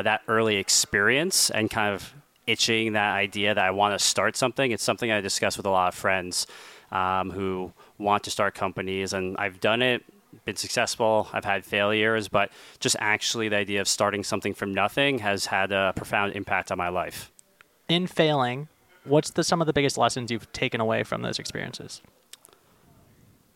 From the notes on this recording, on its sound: This special edition of Uncharted was recorded live at the annual Uncharted Summit in Southampton.